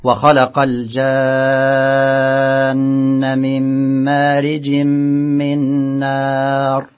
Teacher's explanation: نوع المد هنا مد لازم كلمة مثقل يمد بمقدار 6 حركات لزوما